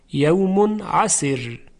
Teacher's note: در کلمه عسر در وقف را ساکن، ما قبلش کسره، کسره هم اصلی است، در یک کلمه هم هستن، بنابراین موجب ترقیق را میشه